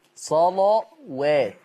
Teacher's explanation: اللام مغلظة لكن الواو مش مغلظة